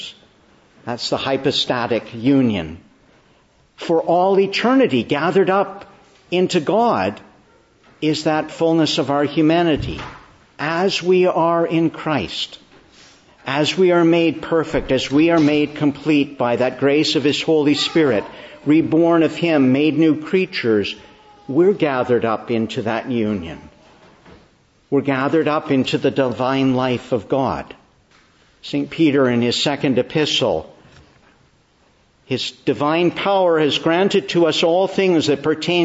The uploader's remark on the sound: Preached in the Annunciation of the Blessed Virgin Mary, Ottawa, on the 7th Sunday of Easter/Sunday after the Ascension